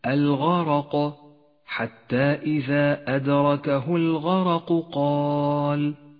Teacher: والآن اقرأ كلمة الغرق حتى إذا أدركه الغرق قال، الغين والراء والقاف كلها حروف مفخمة فحاذر من الترقيق في هذا الموضع، سبب تفخيم الراء هنا أنها مفتوحة